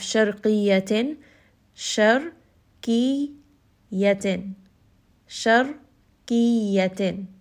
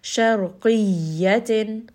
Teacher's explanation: give it a little bit of extra to make sure that that shadda is very, very audible · Shown in: second take